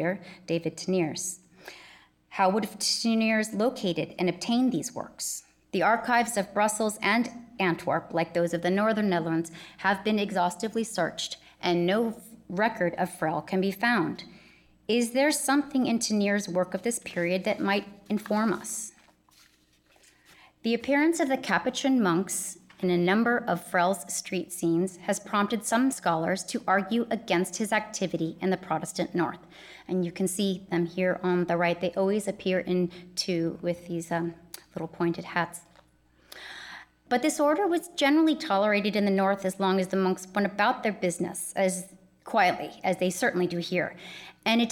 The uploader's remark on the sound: In this lecture held on April 22, 2019.